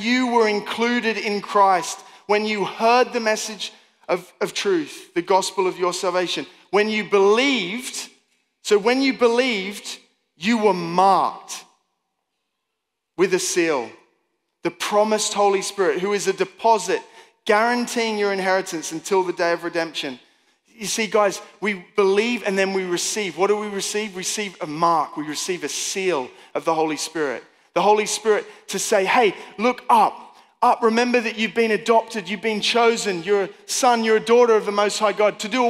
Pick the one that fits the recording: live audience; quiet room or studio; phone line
live audience